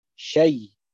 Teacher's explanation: فعلى وجه النقل يكون النطق بياء مخففة، شيء ياء مخففة، يعني لأن حركة الهمزة نقلت إلى الياء وحذفت الهمزة فصار النطق بياء مخففة، هذا على وجه النقل. أما على وجه الإبدال مع الإدغام يكون النطق بياء مشددة